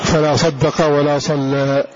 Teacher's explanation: تقليل مع ترقيق قولا واحدا، لأن هذا رأس آية وهو يقف على رؤوس الآية بالتقليل